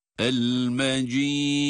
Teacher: sondaki dal harfi ince, dururken de galgale sıfatını icra etmemiz lazım.